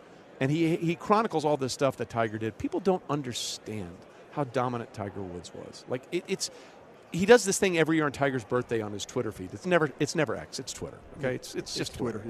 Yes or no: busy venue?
yes